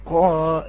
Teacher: يأتي كأنه صوت انفجاري في البداية ثم يأتي بتكملة الحرف